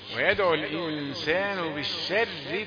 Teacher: شين رقيقة بالشر والراء رقيقة أيضا